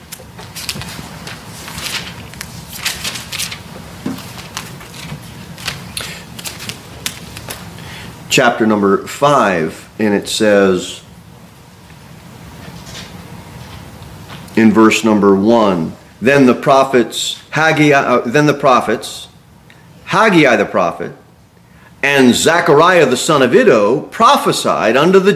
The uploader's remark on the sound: Sermon delivered at Pilgrim Baptist Church